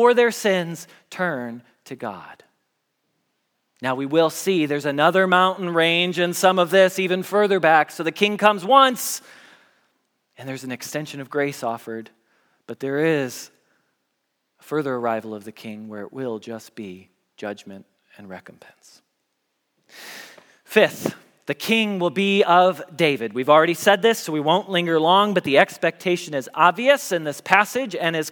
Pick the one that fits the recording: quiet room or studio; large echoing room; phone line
large echoing room